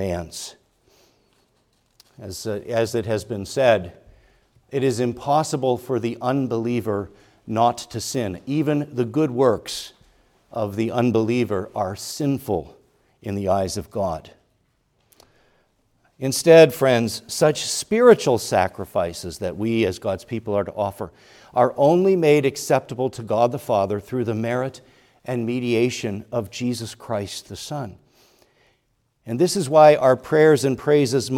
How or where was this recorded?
large echoing room